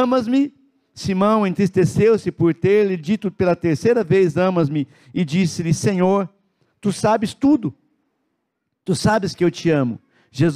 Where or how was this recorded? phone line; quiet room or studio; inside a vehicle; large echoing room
large echoing room